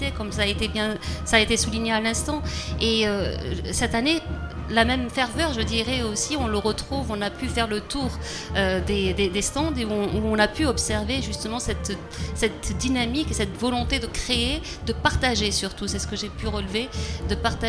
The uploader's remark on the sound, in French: Les 10 et 11 mai 2023, Delta Fm est allée au Nouveau Festival à Cenon (33). Delta Fm est allée au Nouveau Festival à Cenon (33) pour donner la parole aux lycéens porteurs de projets, venus présenter leur travail.